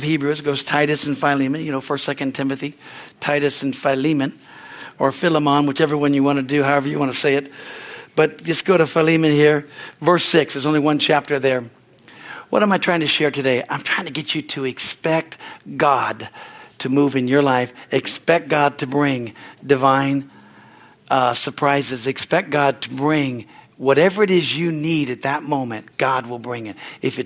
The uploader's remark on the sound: Is from the Sunday service on March 19, 2023 at Harvest Bible Church in Stockton, CA.